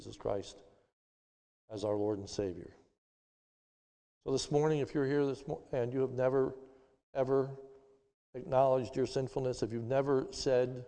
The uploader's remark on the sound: This is a sermon recorded live at the Lebanon Bible Fellowship Church in Lebanon, PA during the morning service on 04/04/2021